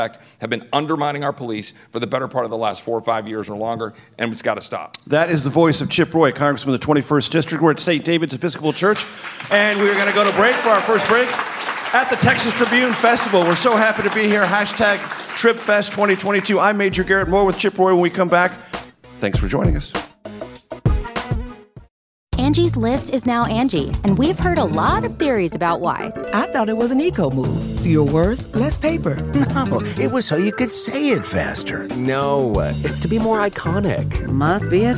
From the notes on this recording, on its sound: Live from the Texas Tribune Fest. A conversation before a live audience at the Texas Tribune Festival in Austin, TX.